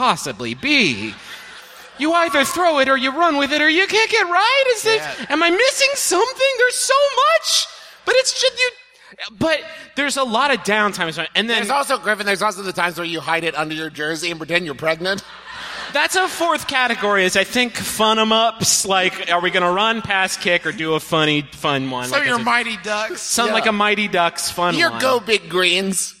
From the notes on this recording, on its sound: Here's our recent live show from the McFarlin Memorial Auditorium in Dallas, Texas.